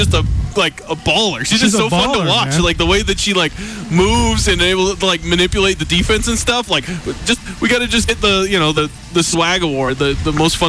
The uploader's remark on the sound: Live from Boise. Live from the Big Sky Tournament in Boise, Idaho.